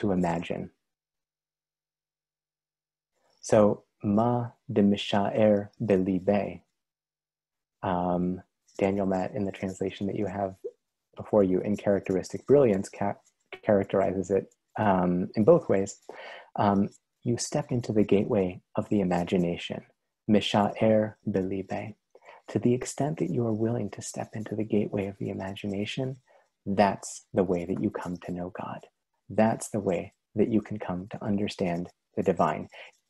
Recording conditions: video call